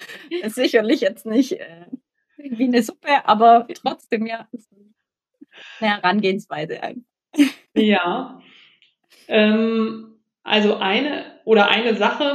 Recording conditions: poor sound quality